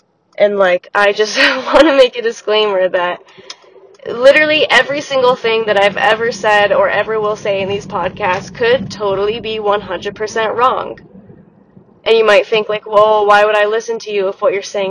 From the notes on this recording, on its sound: warning: scratchy audio + sick stuffy nose voice